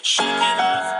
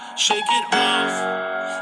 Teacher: The first time, the emphasis is on shake. · Shown in: first take · Shake it off.